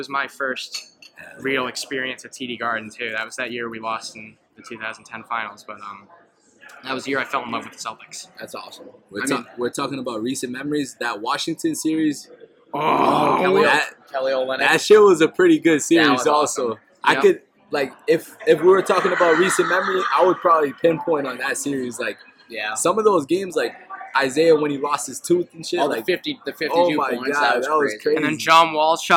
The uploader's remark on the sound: The boys travel to The Palm Restaurant in Boston